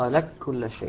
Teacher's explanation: أدغمنا القاف في الكاف · Term: إدغام كامل